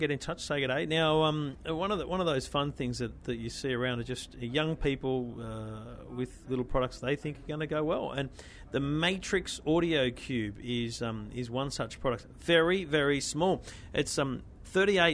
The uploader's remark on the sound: Live From The Consumer Electronics Show In Las Vegas